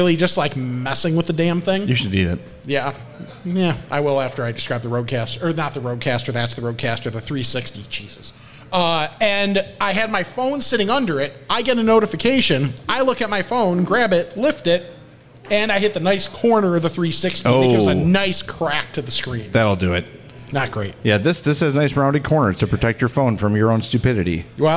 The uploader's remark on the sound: Live from Uncle Bud's